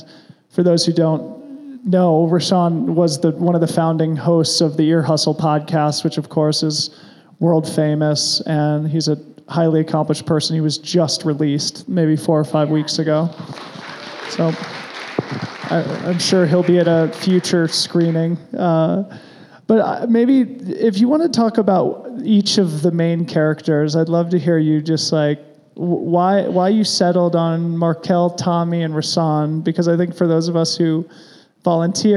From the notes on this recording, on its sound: This is a live podcast we recorded at BOA headquarters in Denver, CO. It followed a screening of 26.2 to Life.